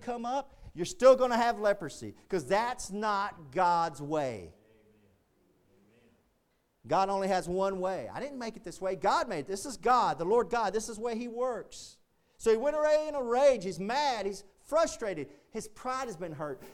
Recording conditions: large echoing room